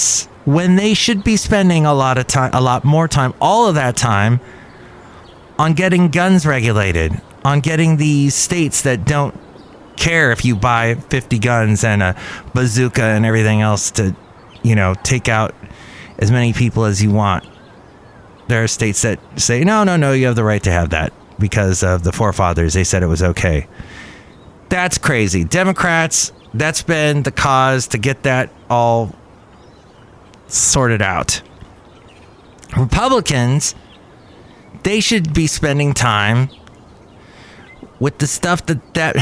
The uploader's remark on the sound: podcasts live from Cafe Anyway